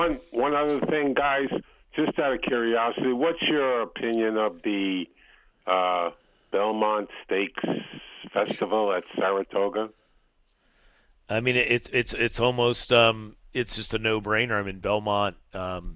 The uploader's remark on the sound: HRRN’s Brisnet.com Call-in Show